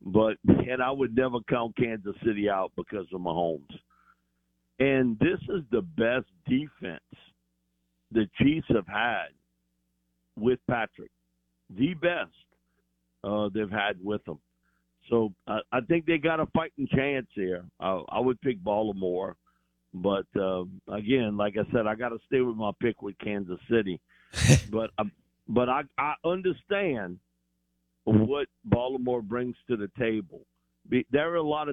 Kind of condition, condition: link, phone line